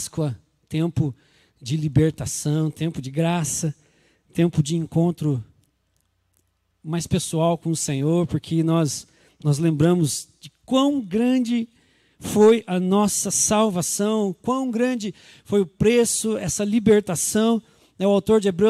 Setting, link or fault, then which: setting, large echoing room